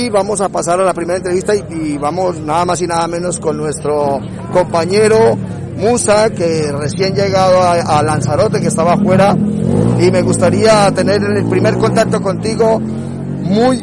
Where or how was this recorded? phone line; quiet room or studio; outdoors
outdoors